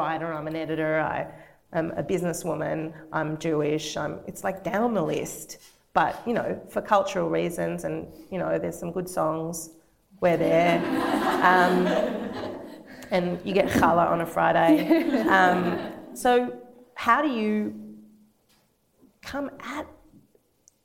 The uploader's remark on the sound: This episode includes questions from the audience, and at some points can become a little hard to hear. We’re working on improving our recording techniques.